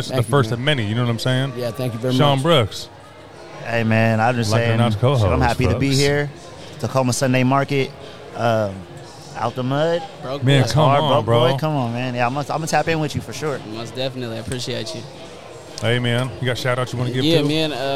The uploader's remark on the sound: live from Cheney Stadium for the Tacoma Sunday Market